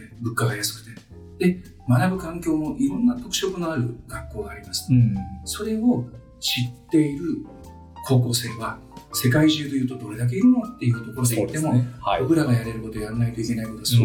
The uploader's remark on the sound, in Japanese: 収録時のトラブルのため、普段よりも音質が悪くなっています。